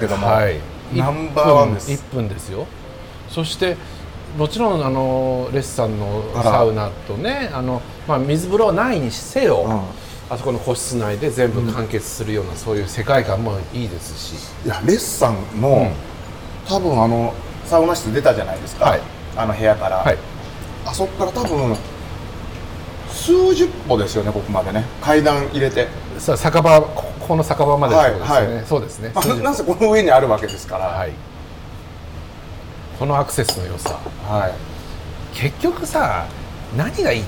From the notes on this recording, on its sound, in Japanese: STAND KIYOSUGU 大井町店 にてサウナ上がりの収録。大井町飲み屋街の入口にあるこちらで。